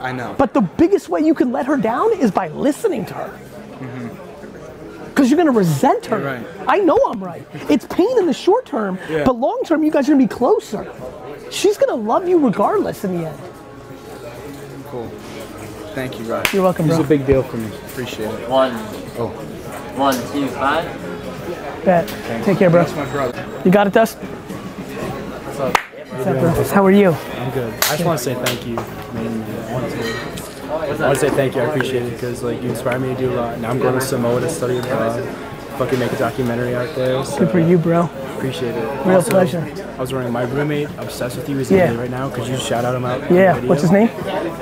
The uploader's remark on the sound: marathon 4-hour Q&amp;A session I did at Wine Library